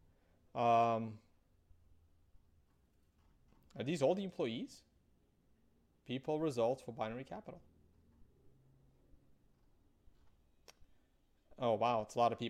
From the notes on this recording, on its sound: Sorry about the sound guys, but I did not have the time to normalize the sound between the three videos that got merged.